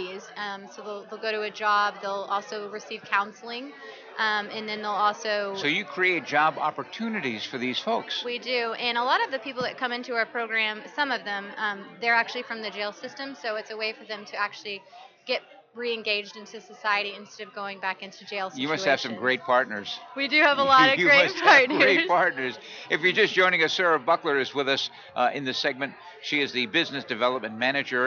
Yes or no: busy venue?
yes